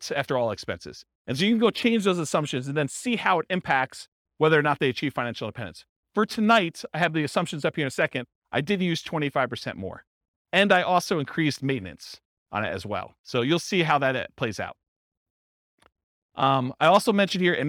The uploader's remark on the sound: This was a live class recorded